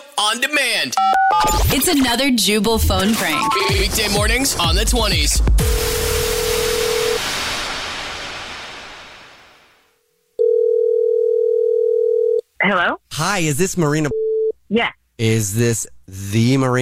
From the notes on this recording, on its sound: phone prank style